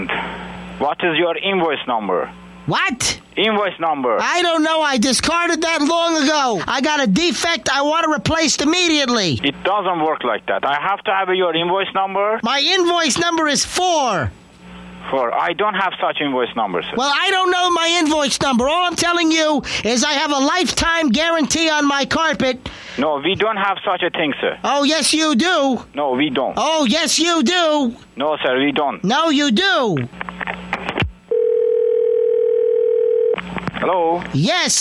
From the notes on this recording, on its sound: Prank Phone Calls. "02-Carpet Calls 1" from archive.org.